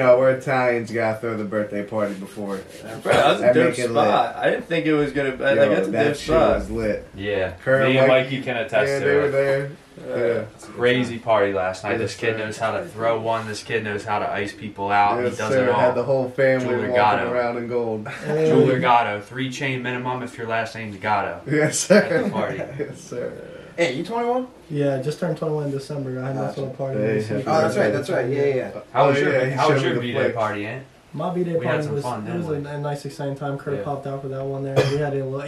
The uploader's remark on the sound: Some technical difficulties with the audio